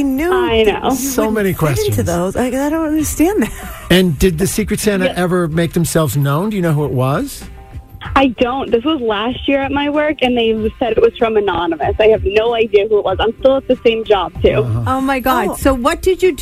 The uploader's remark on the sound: The MAGIC listeners called in to share!